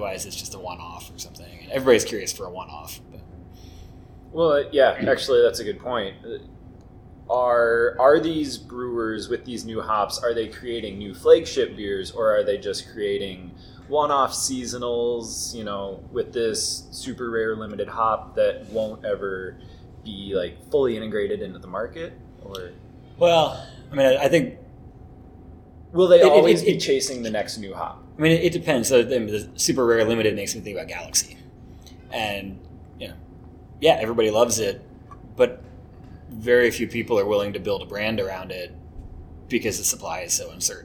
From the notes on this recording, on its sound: Once again, apologies for the mic quality.